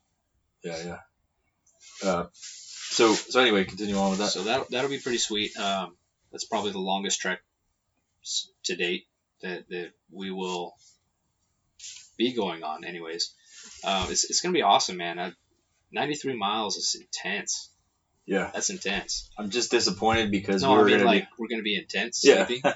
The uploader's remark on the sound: please excuse the poor audio quality